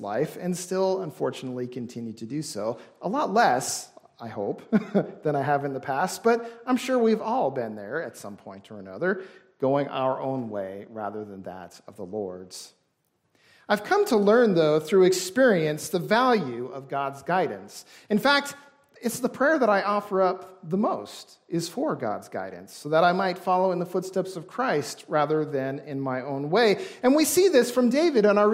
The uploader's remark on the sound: This service was recorded during worship